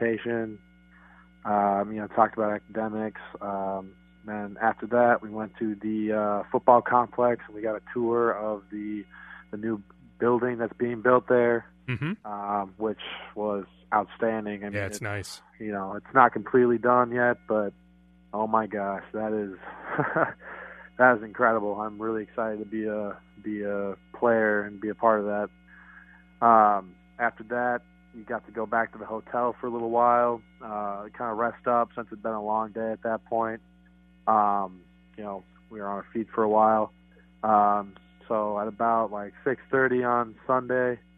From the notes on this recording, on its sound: Is joined on the phone by new World Boxing Champ. Who is still in London after his victory this past weekend.